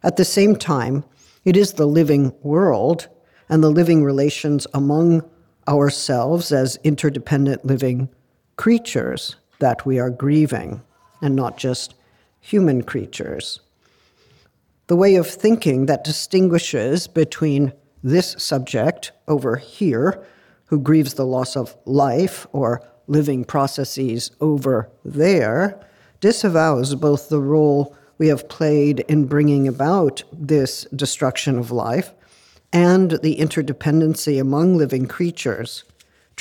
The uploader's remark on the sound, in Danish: Forelæsningen blev optaget på Københavns Universitet den 4.